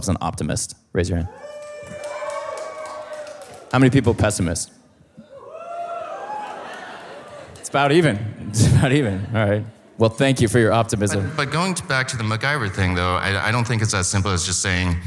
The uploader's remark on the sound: We put on two live Talkhouse tapings as part of their comedy lineup. We also hosted a live talk under the fest's Ideas banner. Today’s show was recorded at Life Is Beautiful. At Hook and Fade Studios in Brooklyn.